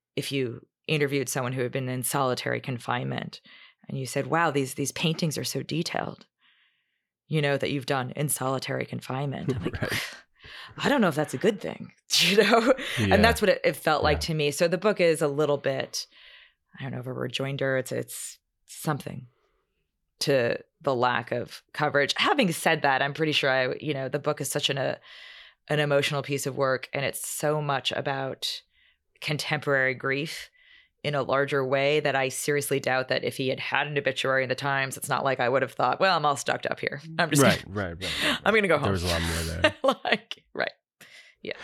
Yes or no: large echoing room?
no